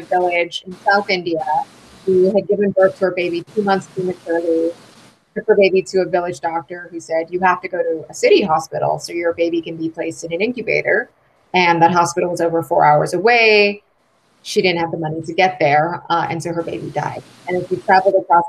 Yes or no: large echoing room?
no